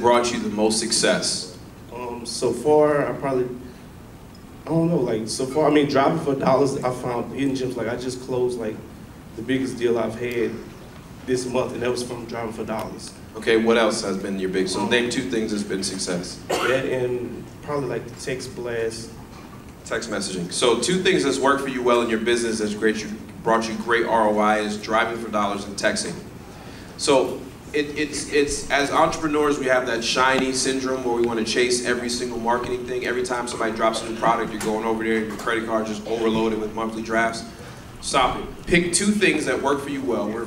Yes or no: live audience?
yes